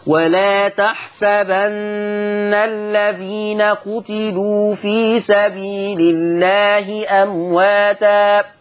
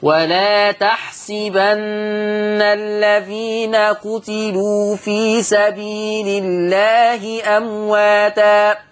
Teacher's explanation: هتقرأ بكسر السين تحسبن، تكسر السين · Shown in: second take